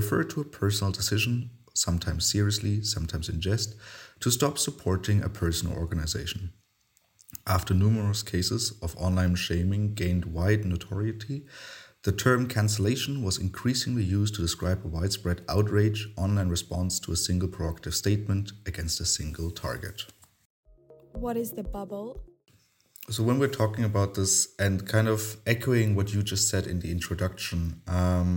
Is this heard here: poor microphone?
no